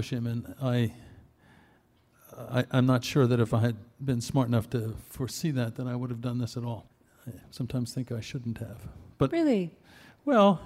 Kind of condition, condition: setting, live audience